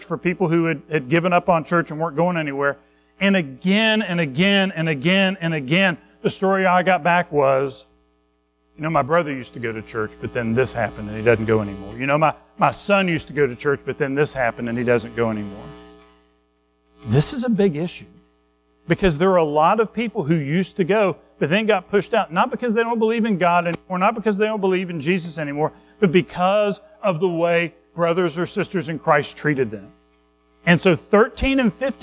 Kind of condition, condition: setting, large echoing room